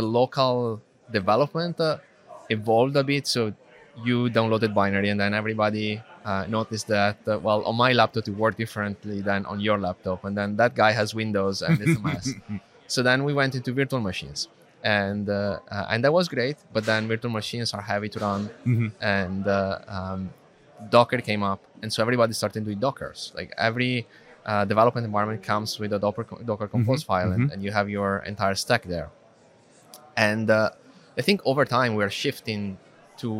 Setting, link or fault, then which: setting, busy venue